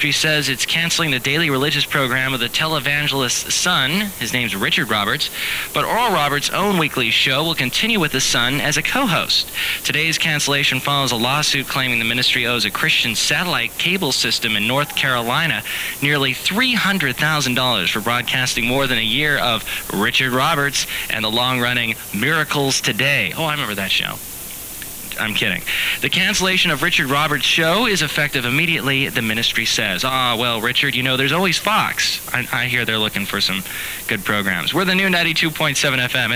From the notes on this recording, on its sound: podcasts live from Café Anyway